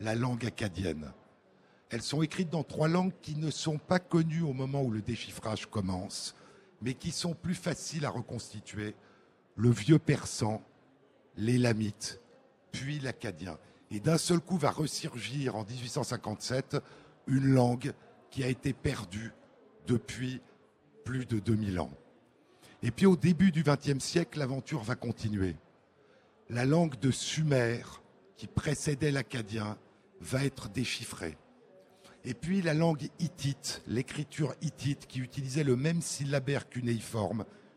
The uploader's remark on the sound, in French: en direct à Livre Paris